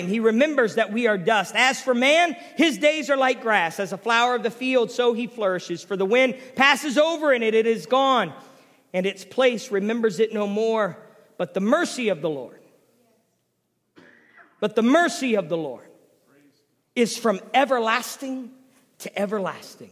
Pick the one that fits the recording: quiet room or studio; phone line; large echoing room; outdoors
large echoing room